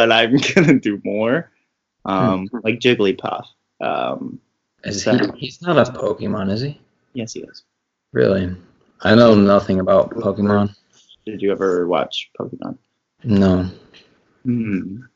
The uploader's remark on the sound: Skype Session